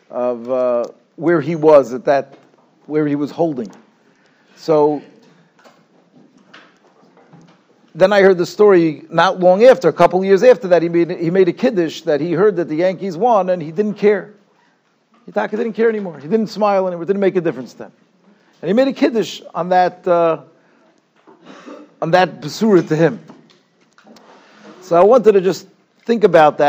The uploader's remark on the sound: Shiur recorded in Yeshivas Ohr Reuven, Monsey, NY.